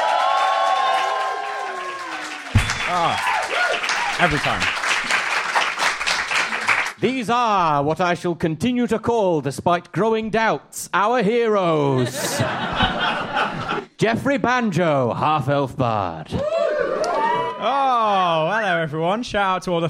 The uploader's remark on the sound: Audience suggestions for this episode